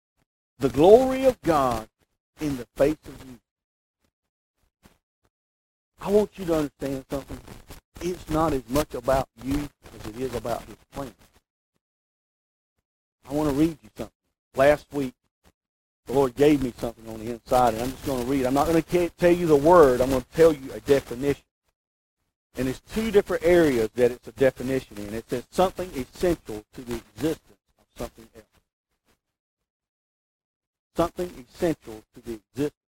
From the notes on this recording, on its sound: We apologize for the poor quality of this recording.